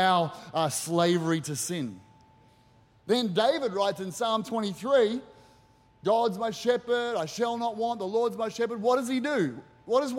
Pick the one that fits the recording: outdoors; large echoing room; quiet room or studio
large echoing room